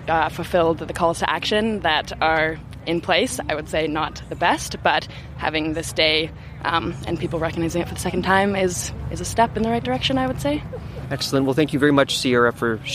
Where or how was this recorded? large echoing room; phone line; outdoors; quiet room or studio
outdoors